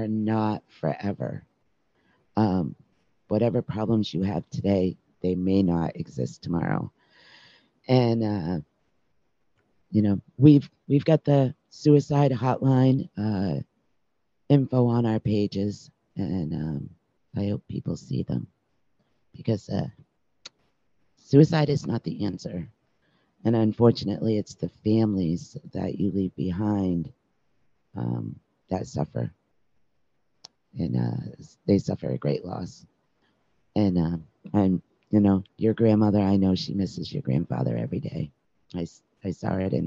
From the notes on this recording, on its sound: With the emotional component of this episode, it was recorded through zoom. Please bear with us as we perfect the audio along with the visual component going forward as we move into next season.